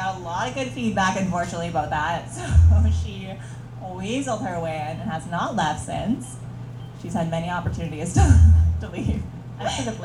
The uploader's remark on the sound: Podcast LIVE SHOW at The Number 5 Orange. The recording of our first ever LIVE SHOW!! Rough to start as we get our bearings with the mics.